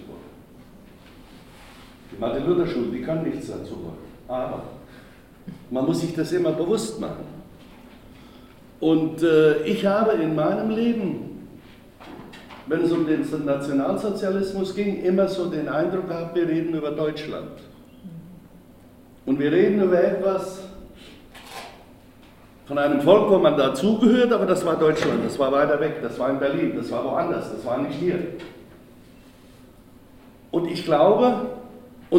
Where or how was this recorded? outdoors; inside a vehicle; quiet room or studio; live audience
live audience